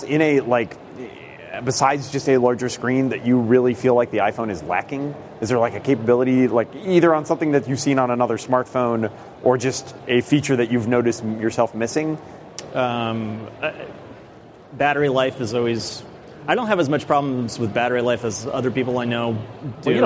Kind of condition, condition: setting, busy venue